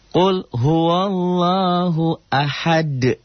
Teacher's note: Allah pada Allahnya dibaca tabkhim, taglid. Kenapa? Karena sebelum lapad Allah baris di atas.